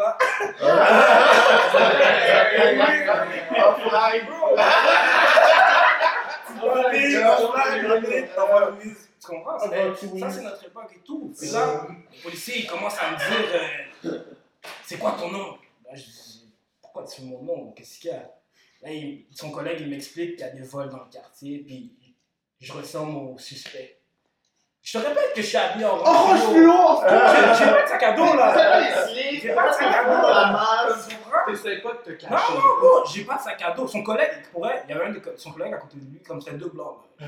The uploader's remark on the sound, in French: Lors de l'enregistrement des deux premiers épisodes, nous avons eu quelques problèmes avec nos micros.